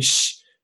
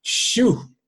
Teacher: So because of the kabutz, there was an added oo sound, even though when you look at the letters, there's none · Shown in: second take · It all was provided by the kabutz, the three dots.